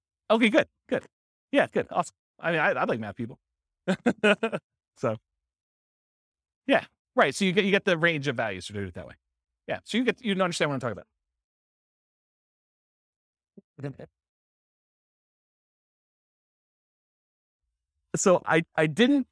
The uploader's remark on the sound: This was a live class recorded